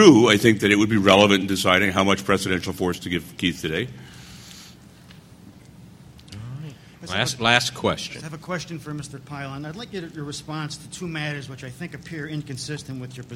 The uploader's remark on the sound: Presented this panel discussion at the 2006 Annual National Lawyers Convention on November 17, 2006. The Federalist Society's Federalism & Separation of Powers Practice Group presented this panel discussion at the 2006 Annual National Lawyers Convention.